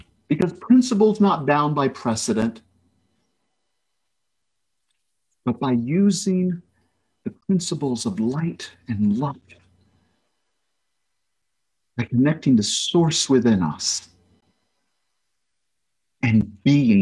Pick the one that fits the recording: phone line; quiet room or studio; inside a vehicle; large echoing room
large echoing room